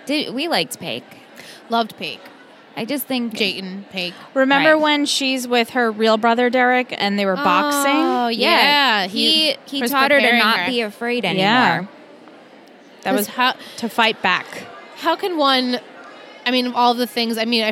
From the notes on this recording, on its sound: Recorded LIVE from TRIC.